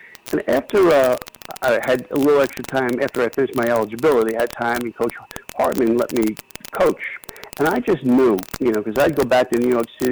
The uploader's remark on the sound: A phone interview